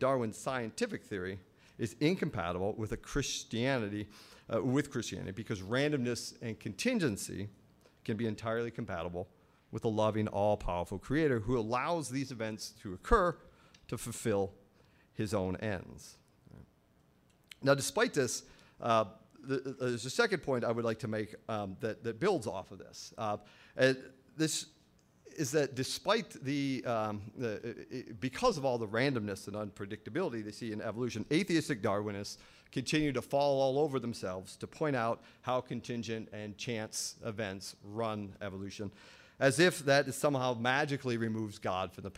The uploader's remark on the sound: At Franciscan University. During the Science and Faith Conference in December of 2011.